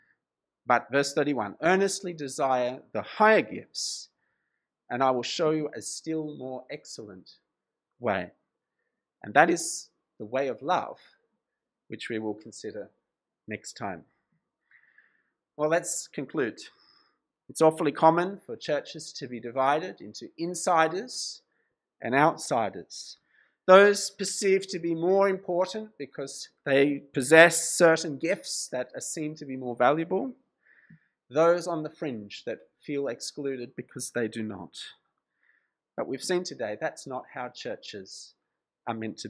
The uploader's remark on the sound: This sermon was preached at Covenant Grace Church, Penang on 31st July 2022.